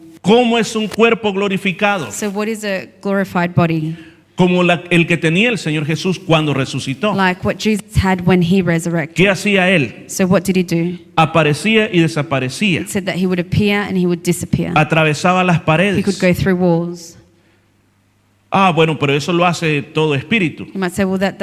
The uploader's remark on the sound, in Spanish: Este predica se transmitio en vivo el domingo 29-10-2023 en la iglesia cristiana Jesus es el camino ubicada en la 50 frape avenue yokine.